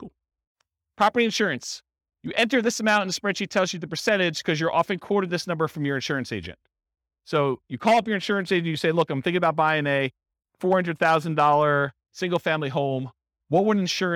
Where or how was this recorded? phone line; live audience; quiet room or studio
live audience